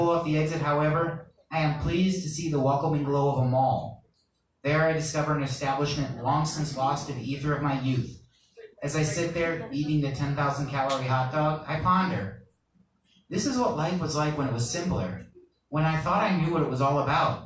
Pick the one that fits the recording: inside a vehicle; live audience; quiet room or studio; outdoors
live audience